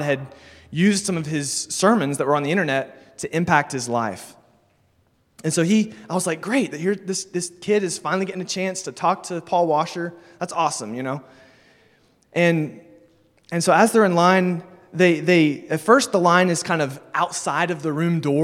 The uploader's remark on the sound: Sermon delivered at Immanuel Baptist Church in Springdale, AR on July 31, 2022